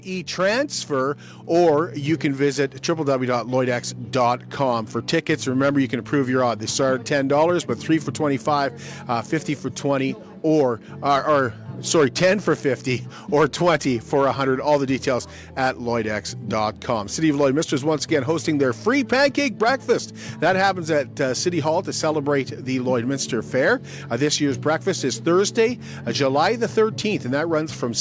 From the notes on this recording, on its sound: live Downtown Lloydminster for their Block Party